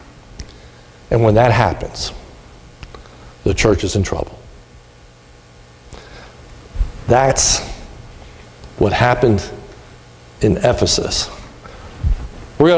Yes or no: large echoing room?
yes